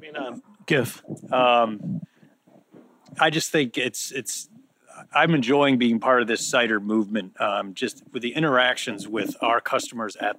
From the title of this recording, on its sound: Live at the Stone’s Throw Cider Supper